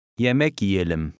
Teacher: the middle Y is almost silent